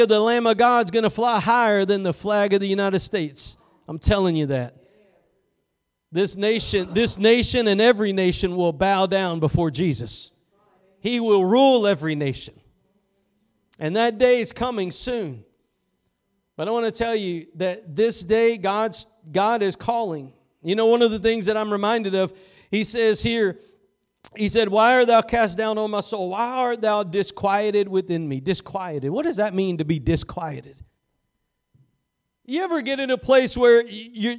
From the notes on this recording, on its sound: Preached at Gospel Lighthouse in Bossier City, La.